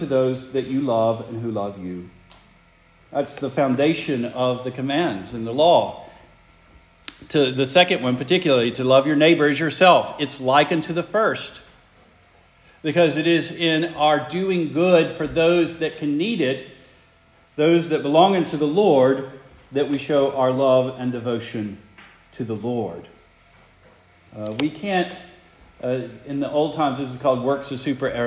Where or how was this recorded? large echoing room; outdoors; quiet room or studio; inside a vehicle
large echoing room